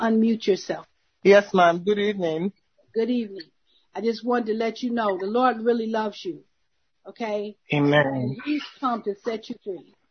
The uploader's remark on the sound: Zoom Meeting